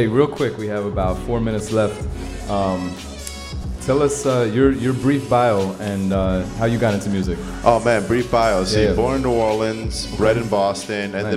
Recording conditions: busy venue